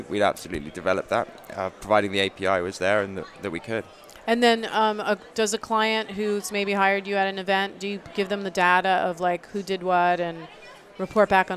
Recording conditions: busy venue